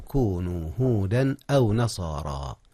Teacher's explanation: أظهر التنوين قبل الهمزة، والهمزة من أحرف الإظهار إذ هي حرف حلق